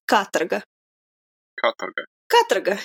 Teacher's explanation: And the emphasis is on the first A. So it's Katarga.